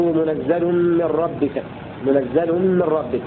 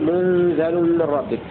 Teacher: وقرأ الباقون بإسكان النون وتخفيف الزاي